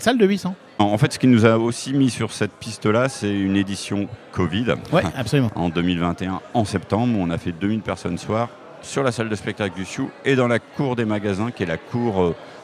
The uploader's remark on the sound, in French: Dans cet épisode enregistré lors du MaMA